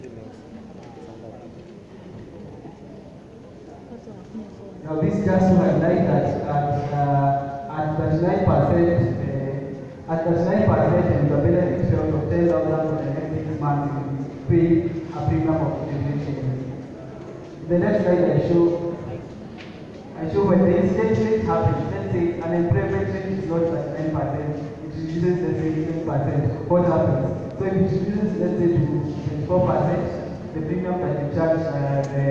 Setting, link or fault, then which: fault, background noise